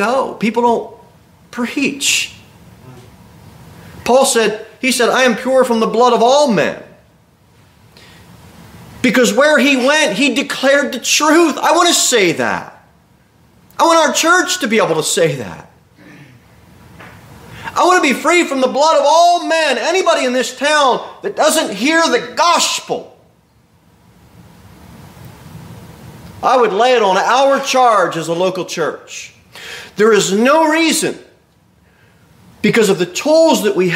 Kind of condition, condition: setting, large echoing room